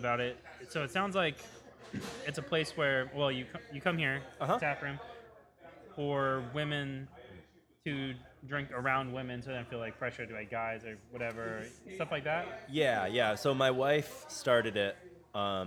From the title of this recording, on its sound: Live! From Eagle Rock Brewery